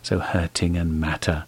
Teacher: All the T's are T's, nice strong aspirated T's